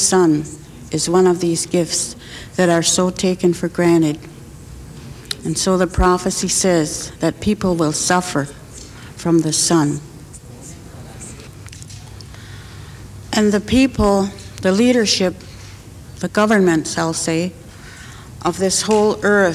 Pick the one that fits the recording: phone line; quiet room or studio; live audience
live audience